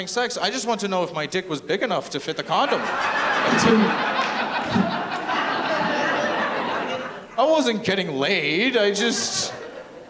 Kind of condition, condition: setting, live audience